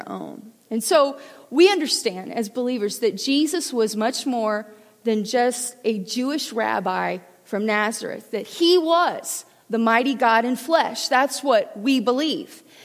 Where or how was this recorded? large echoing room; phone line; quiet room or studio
large echoing room